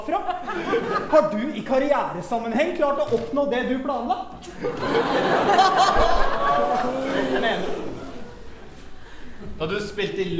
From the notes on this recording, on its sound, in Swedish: under SPKRBOX-festivalen